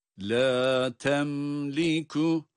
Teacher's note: Mimi kendi sesiyle açıktan okuyoruz, izhar ile yani.